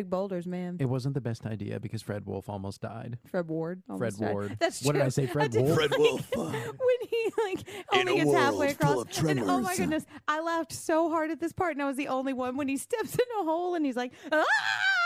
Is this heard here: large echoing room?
no